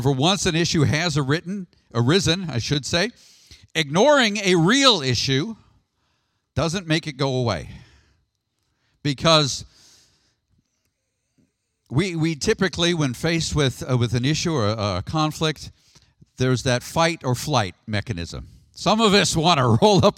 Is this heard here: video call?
no